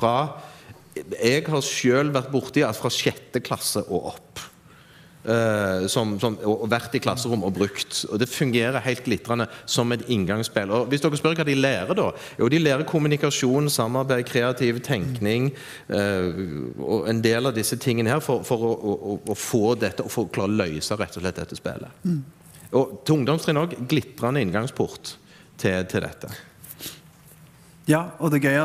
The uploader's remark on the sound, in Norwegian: LIVE FRA NKUL2019. Spillpedagogene ble spilt inn live for en forsamling mer enn gjennomsnittelig teknologiopptatte lærere, ledere og skolefolk.